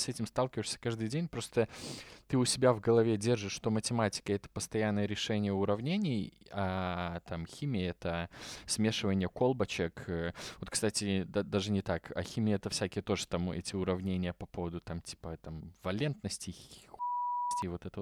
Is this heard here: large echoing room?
no